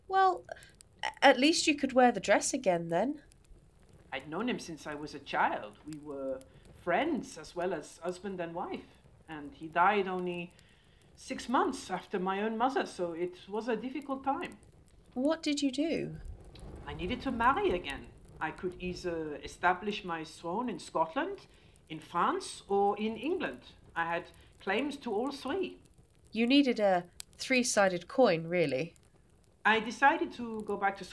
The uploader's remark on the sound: The Lost Tapes of History was recorded remotely in late 2021. As such, the actors used what equipment they had available and were limited by their location. This has resulted in variable audio quality.